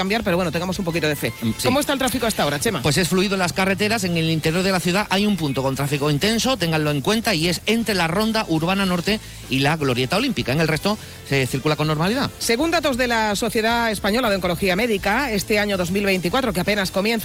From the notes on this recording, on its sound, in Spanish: Hoy programa en directo desde el Hospital Quironsalud Infanta Luisa.